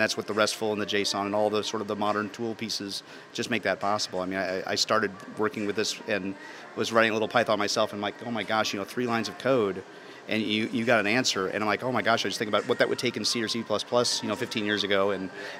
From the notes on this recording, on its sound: archive of a livecast from the Intel Developer Forum